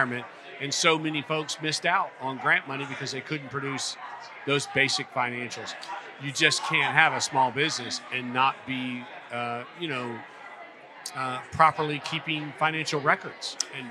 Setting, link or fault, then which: setting, busy venue